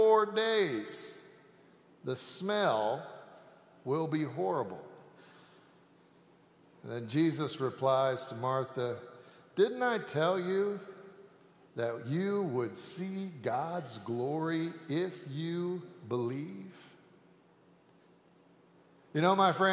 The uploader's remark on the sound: Sanctuary Service